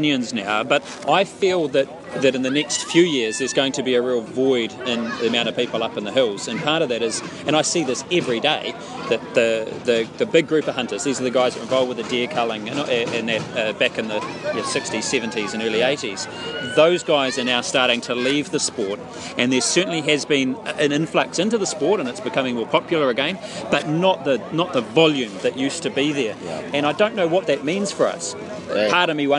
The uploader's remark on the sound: Another great time was had out at the Tihoi Tavern thanks to the Tihoi Hunting and Fishing. Sorry about all the noise - ITS A PUB!!